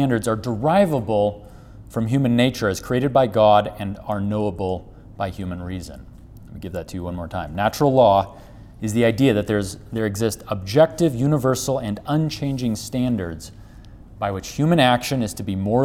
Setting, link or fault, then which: setting, large echoing room